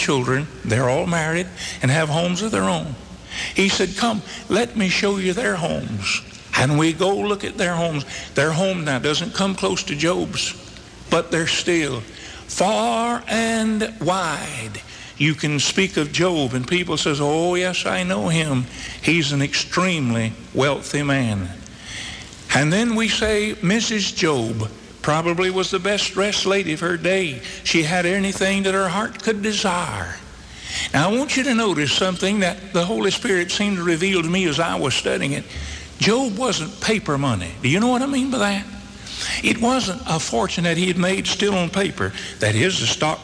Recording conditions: large echoing room